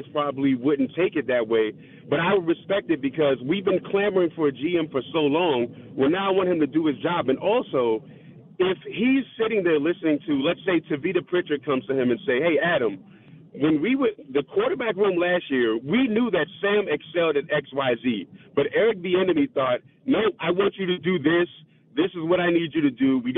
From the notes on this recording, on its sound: opens up the phone lines